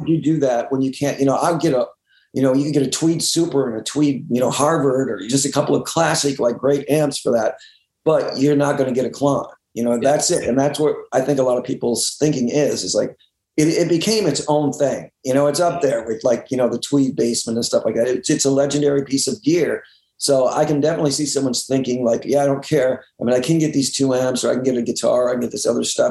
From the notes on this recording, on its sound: Mythical Gear (remote Zoom).